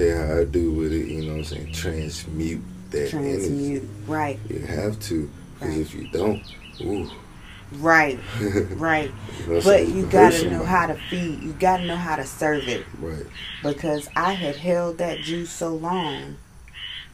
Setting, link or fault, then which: setting, outdoors